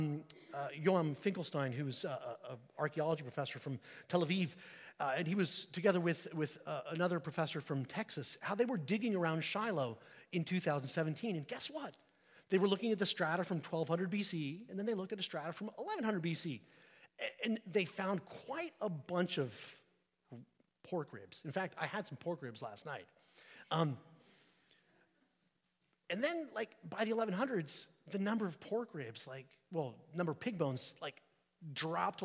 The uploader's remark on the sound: at St Peter the Fisherman, New Smyrna Beach